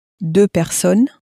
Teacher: even though there's two of them, we don't make the sound of an S at the end